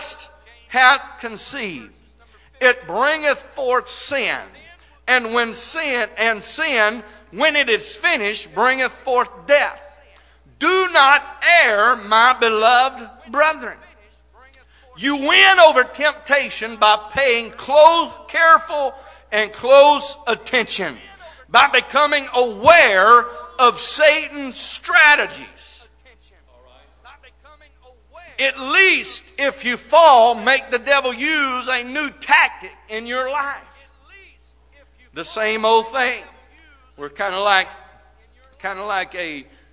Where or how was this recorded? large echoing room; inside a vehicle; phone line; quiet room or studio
large echoing room